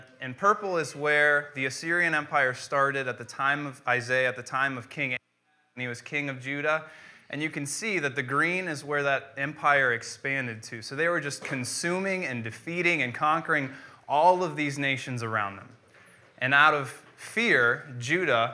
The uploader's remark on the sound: Preached on January 10th, 2015 at Veritas East.